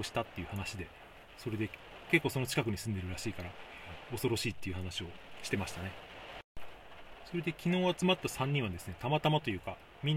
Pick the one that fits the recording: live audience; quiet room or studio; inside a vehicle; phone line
inside a vehicle